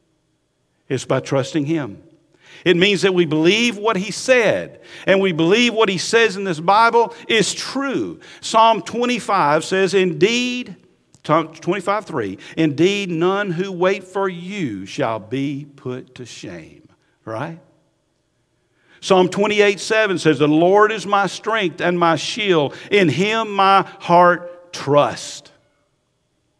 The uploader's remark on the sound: Recorded at Highland Baptist Church, Molino FL